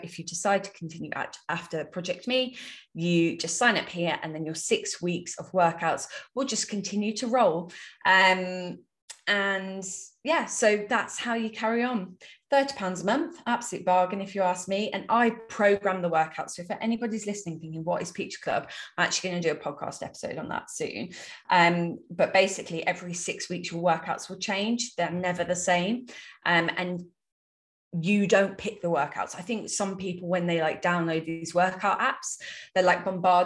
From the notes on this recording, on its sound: This is the final Live Q&A from the 8 Week online coaching group Project Me!!